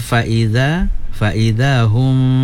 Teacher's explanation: Seterusnya Fa'idha hum gunnah mim mati bertemu dengan ba ikhfa syafawi kena wajib gunnah dua harkat